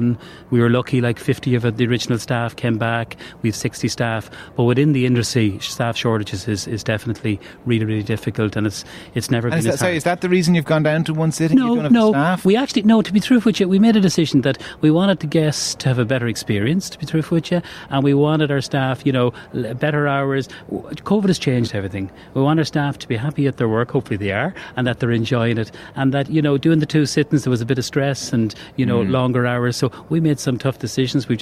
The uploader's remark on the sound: LIVE at the National Ploughing Championships, in Ratheniska, Co Laois